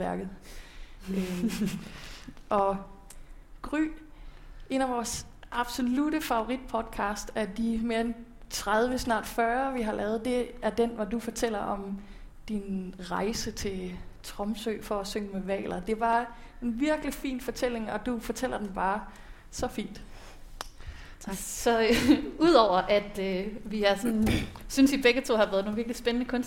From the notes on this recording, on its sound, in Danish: Dette afsnit af LYDKUNST er optaget live. November på Skuespilhusets Lille Scene som en en del af Podcast Festival.